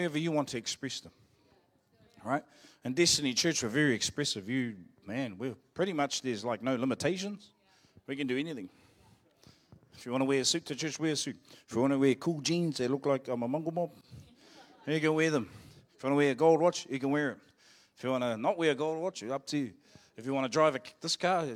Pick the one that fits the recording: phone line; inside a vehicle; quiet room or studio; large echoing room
large echoing room